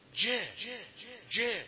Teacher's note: الشين فيها صفة اسمها صفة التفشي، يعني انتشار الصوت